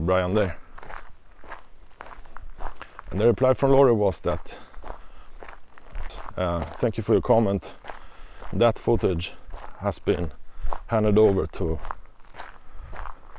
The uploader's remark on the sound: we head to an outdoor setting for the first time and experience various surrounding sounds (noizz)